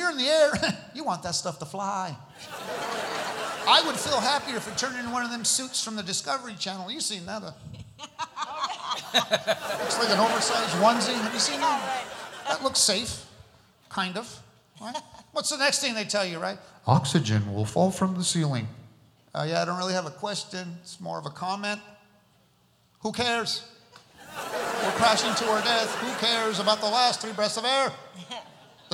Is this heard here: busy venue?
yes